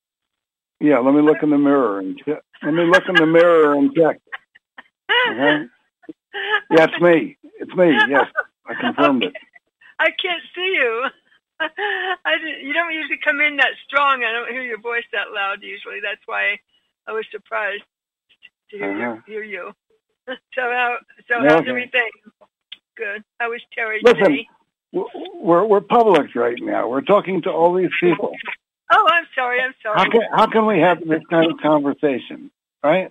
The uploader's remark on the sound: Conference Call LIVE